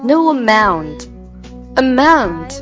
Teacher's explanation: No,它的一个尾音是有一个 u 的音。和后面的 amount,它是连读。No amount, amount,和后面的 of 呢连读成 amount of,浊化连读。这句是怎么唱的呢？